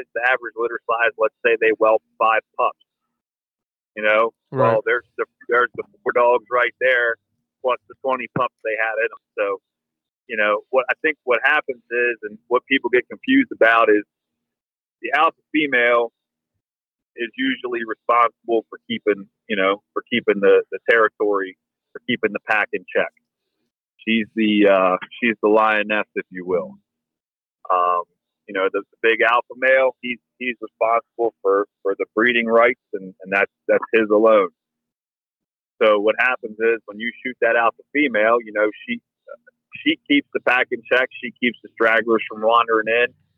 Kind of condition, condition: setting, inside a vehicle